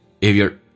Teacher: if 用降调读，所以这三个单词用降调速度很快就变成 if you're